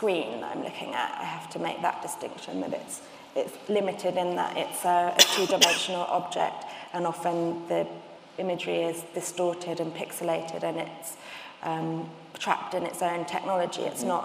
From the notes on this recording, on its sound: In this panel discussion recorded in the RA's Benjamin West Lecture Theatre.